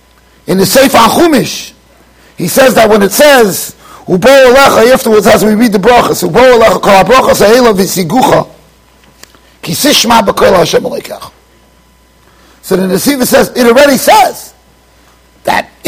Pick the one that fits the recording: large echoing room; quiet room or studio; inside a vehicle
large echoing room